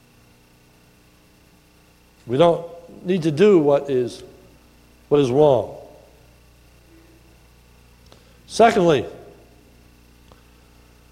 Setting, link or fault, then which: setting, large echoing room